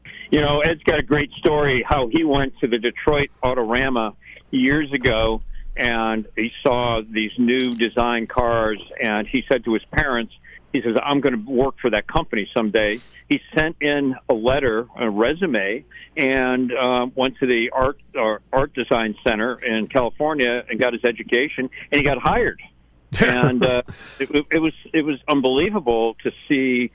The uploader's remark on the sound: called in from Newport Motor Week and the Audrain Museum